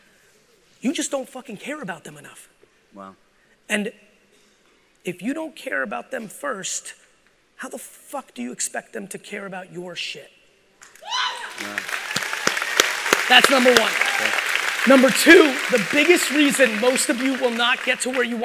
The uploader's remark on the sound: part 2 of my keynote from the Aspire conference in San Diego, California.